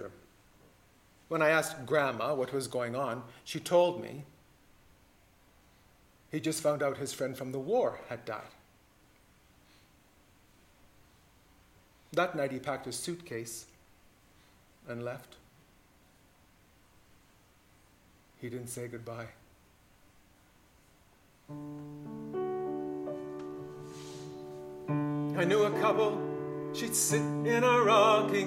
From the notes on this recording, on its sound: Recorded live Sept 19, 2015